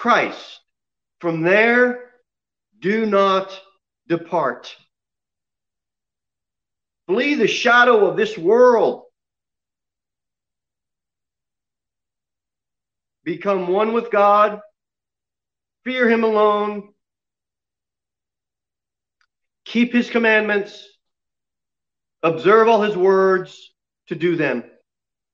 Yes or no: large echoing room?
yes